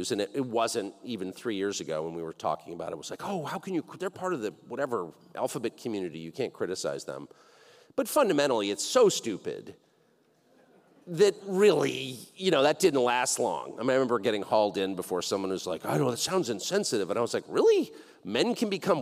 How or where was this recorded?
busy venue